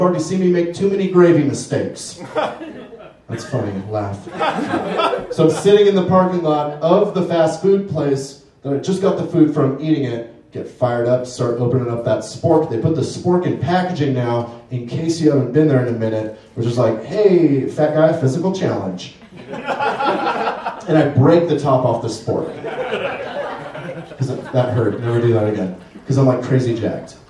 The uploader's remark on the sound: MOSTLY HARMLESS LIVE IS BACK! Recorded in front of a "studio" audience at Mutiny Information Cafe in Denver!